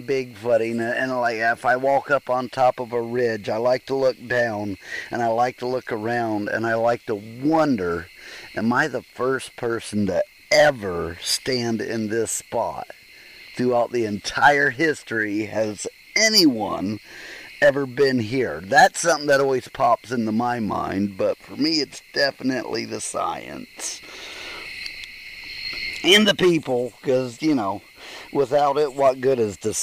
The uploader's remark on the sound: Bigfoot Campfire Roundtable.